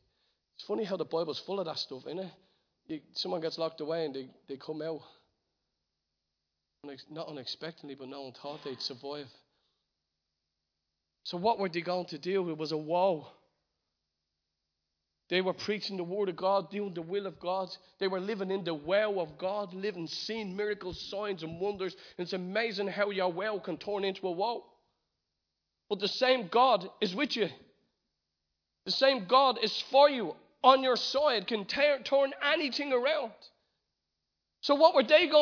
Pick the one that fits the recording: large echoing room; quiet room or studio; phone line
large echoing room